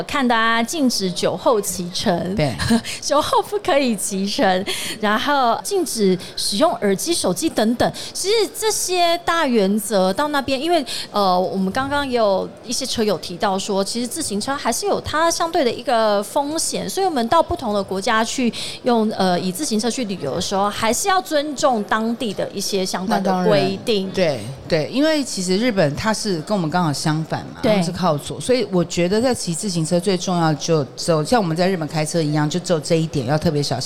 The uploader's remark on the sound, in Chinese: 2022 Taipei Cycle台北國際自行車展-Live Podcast